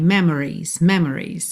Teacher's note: Normalmente ela aparece só memories, ou seja, ela nem aparece na verdade, né? Quase sempre a gente reduz tanto esse O que parece que do M vai pro R.